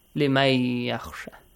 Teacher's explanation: You will sacrifice the noon sound because of the ya sound.